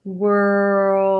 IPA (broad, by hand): wɝːld